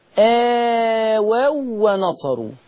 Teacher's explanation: آووا ونصروا ما فيهاش غنة ولا فيها صوت تقولوا آووا ما تعلقوش على الواو آووا ونصروا.